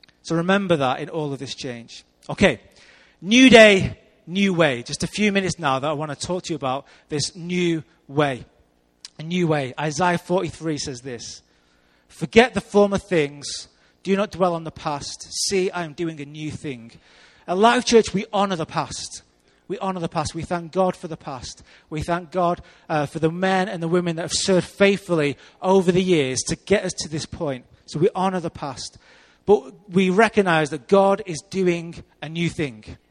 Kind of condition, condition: setting, large echoing room